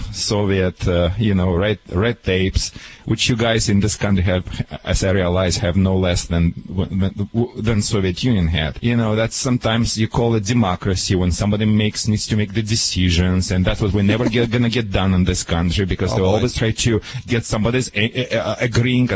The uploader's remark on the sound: Live From SuperZoo in Las Vegas, it's Animal Radio's New Pet Product Special from the floor of the largest pet-trade show in America. Live From SuperZoo in Las Vegas, it's Animal Radio's New Pet Product Special from the floor of the largest pet-trade show in America.